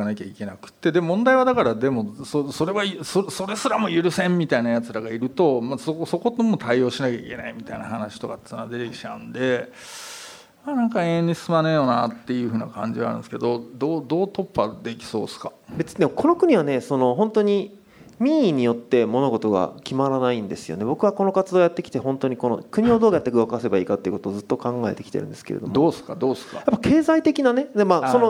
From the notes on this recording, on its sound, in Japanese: 刊行記念イベント として実施された、 【Weed the People上映会＋こんにちは未来 公開収録】。